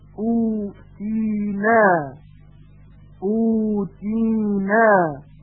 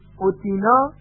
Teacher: برای تلفظ واو مدی باید صدا قدری کشیده بشه · Shown in: first take · او، و همینطور برای تلفظ یا مدی باید صدا قدری مد پیدا کنه تی. · Term: مد اصلی